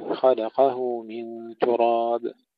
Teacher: والذكر خلقه من تراب، هنا ننتبه إلى توالي الحركات، خلقه من تراب، تحقيق الحركات، ترقيق الحاء جيدا ثم تفخيم القاف مع تشديدها جيدا